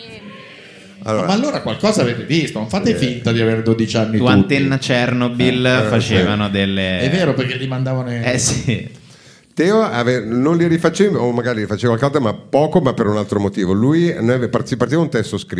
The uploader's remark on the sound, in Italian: live al teatro Franco Parenti di Milano